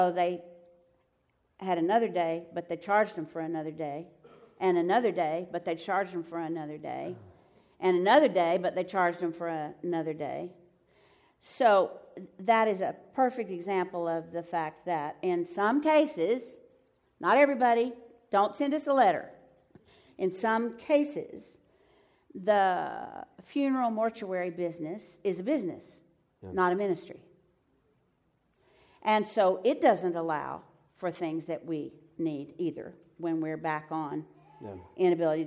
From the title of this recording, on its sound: Live from Pepperdine